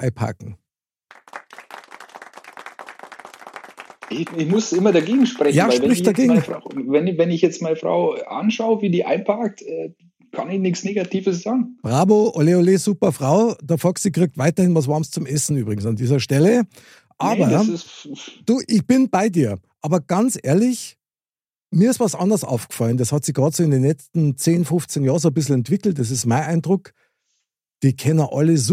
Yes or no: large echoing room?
no